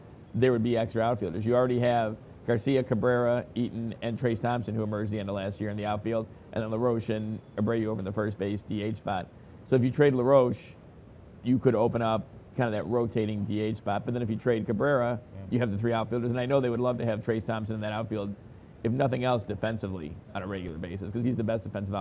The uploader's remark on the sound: live in Nashville at the Winter Meetings